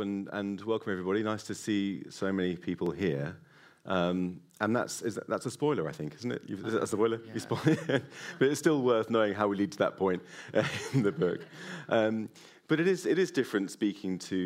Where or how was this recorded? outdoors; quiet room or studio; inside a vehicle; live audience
live audience